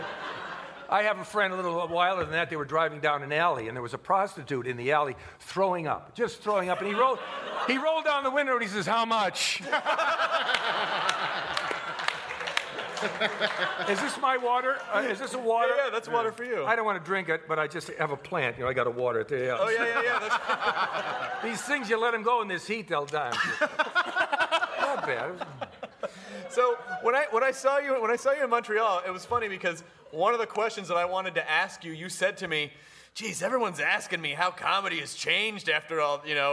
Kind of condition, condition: setting, live audience